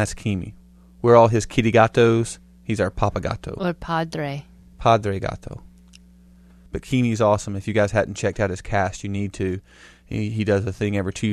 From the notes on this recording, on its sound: Sorry for the hum people.